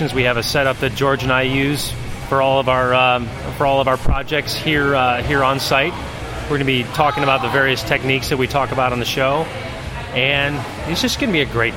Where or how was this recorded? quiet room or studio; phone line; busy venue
busy venue